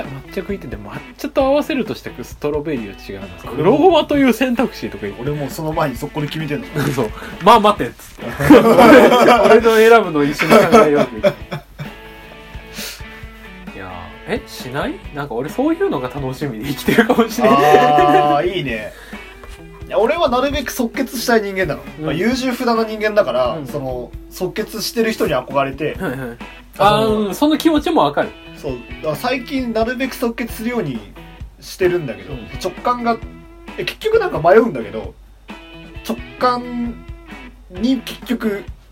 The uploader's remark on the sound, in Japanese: 録音機材：iPhone7。